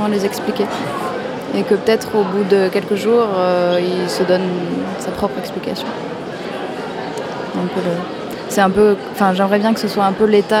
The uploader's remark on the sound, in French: Toute cette semaine, nous plantons nos micros dans le hall du Centre des Congrès pour suivre au plus près le festival Premiers Plans.